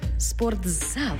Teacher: У слові «спортзал» звук «т» переходить у звук «дз»